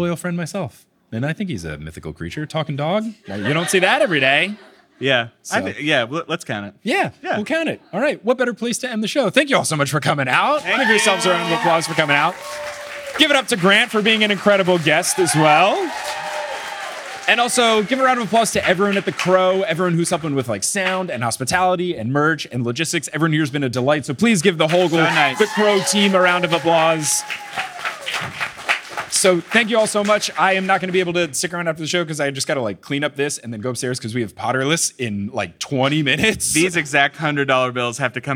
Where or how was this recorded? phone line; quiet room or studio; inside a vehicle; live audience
live audience